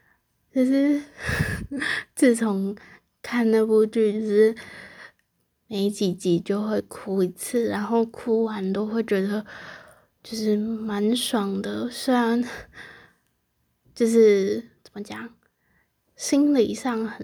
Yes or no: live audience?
no